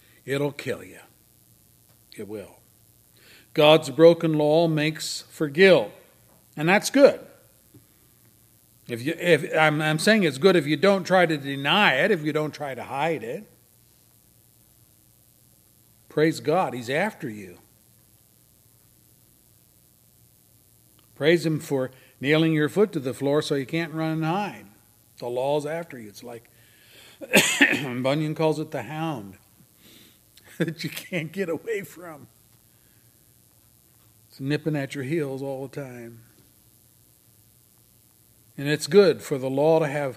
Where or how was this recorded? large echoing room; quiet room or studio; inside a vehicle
large echoing room